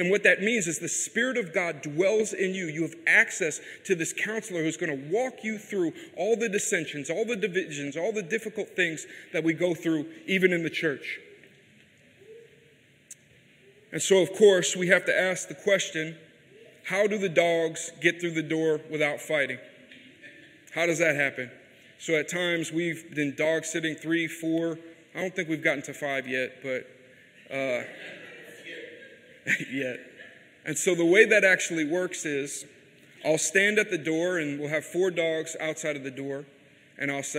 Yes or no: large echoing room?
yes